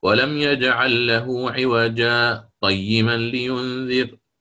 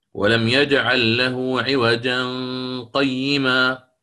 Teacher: فلو وصلت للإمام حفص في هذه الأربع سنقرأ هكذا: ولم يجعل له عوجا قيما لينذر، وهكذا يعني أقف سكتة لطيفة دون زمن يتنفس فيه عادة. أما الإمام أبو عمرو فقرأ وصلا، وهذا ما يسمى بالإدراج دون سكت · Shown in: second take · أدرج يعني: ولم يجعل له عوجا قيما دون سكت. · Term: السكت